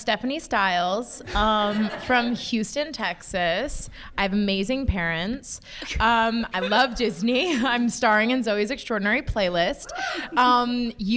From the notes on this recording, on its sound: At this year’s BroadwayCon, The Broadway Podcast Network family — went BIG! This week’s Episode is from our live recording.